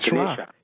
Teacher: They delete the A's. So the A at the end is pronounced like a schwa